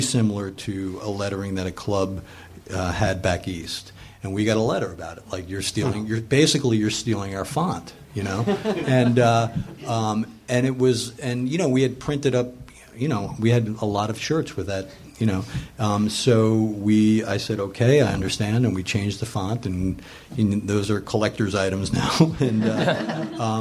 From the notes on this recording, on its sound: Recorded live at Meltdown on December 8, 2013.